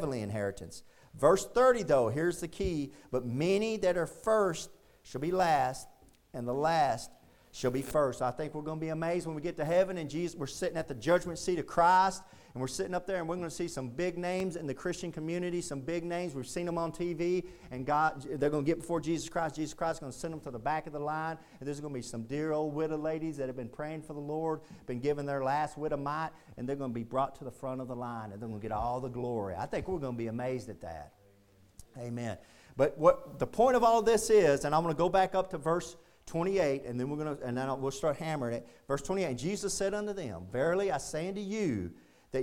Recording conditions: large echoing room